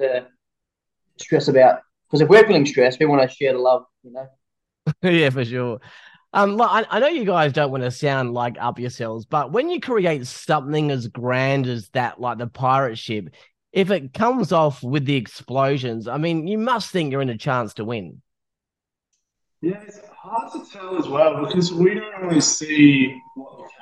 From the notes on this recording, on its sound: There was significant audio issues during this podcast. It is not at the quality as it should be.